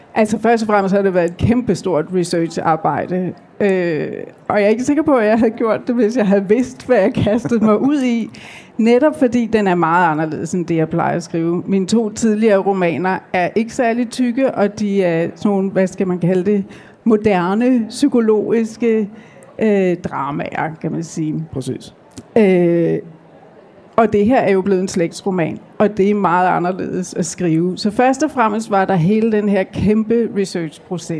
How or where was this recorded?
live audience